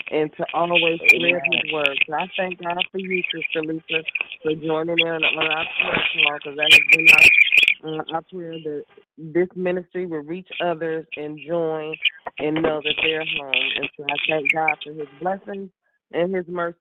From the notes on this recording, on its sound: 6AM Prayer Call. Live Prayer.